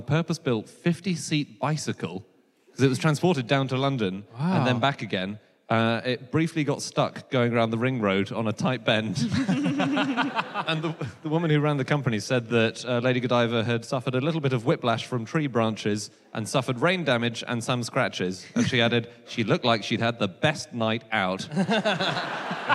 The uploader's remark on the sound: Live from Coventry